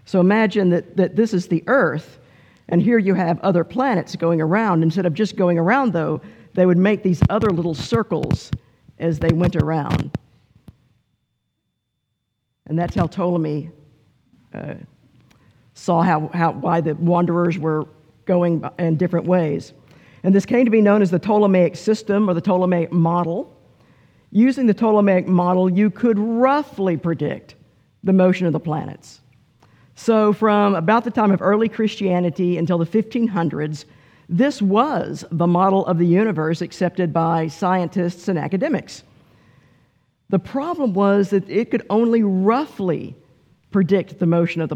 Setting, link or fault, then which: setting, large echoing room